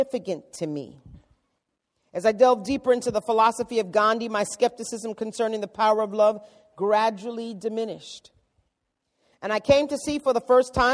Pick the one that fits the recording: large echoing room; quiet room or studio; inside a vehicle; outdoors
large echoing room